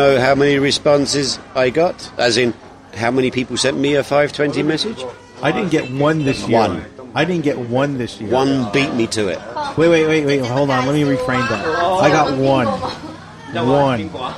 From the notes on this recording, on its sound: The Technical Difficulties Show. Recorded from the New York Cafe, of the Doumen District in Zhuhai.